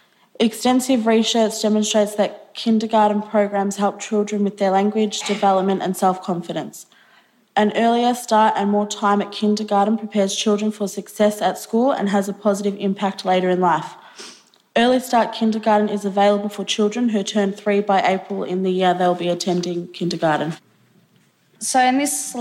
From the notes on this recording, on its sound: Conference presentations from the Victorian Government's Realising the Potential Conference. The audio for this session has been generously provided by the Victorian Department of Education and Training.